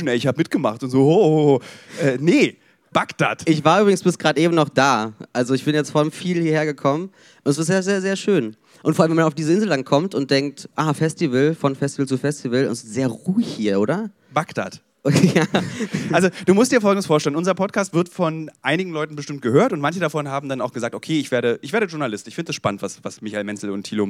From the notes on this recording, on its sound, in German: live vom Podcast Festival in Berlin